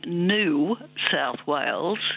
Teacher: Yes, it's a process known as yod dropping. So there's a y sound, as you pointed out, in the word new, the way we pronounce it, and that's been dropping out.